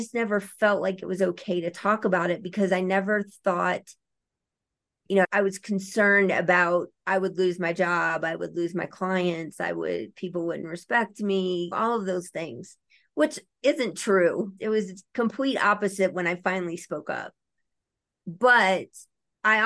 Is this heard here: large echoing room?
no